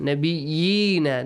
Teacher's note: Nabiyyina, there is a ya. Make sure you stretch it.